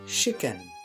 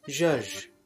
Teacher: These are the ch and j sounds, sounds that do not exist in French. French speakers often substitute sh for the ch sound and zh for the j sound. The result is that a word such as chicken with the ch sound sounds more like chicken.